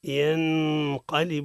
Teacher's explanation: النون عند القاف إخفاء بغنة